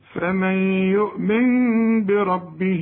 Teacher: لأن بعد النون دي باء، فبيحصل إقلاب للنون إلى ميم ونخفي الميم